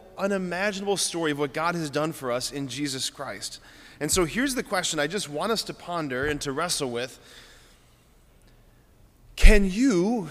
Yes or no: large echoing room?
yes